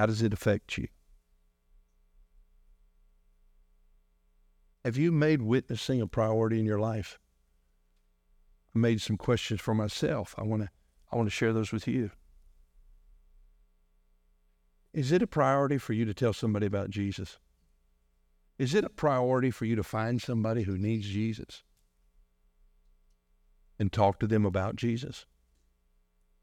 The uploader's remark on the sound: delivered on January 21, 2024, during our morning service